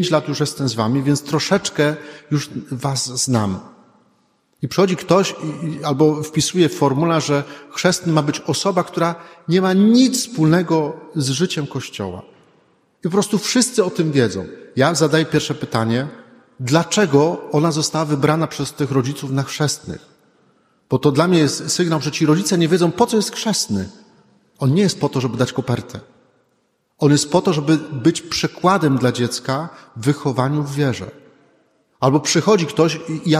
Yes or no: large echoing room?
yes